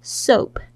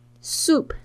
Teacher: Soap, S-O-A-P,你要注意这个 O-A 的发音是发 O,这个双元音 O · Shown in: first take